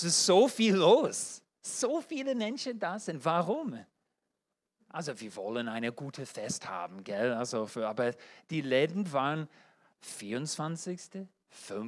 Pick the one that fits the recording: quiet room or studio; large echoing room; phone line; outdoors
large echoing room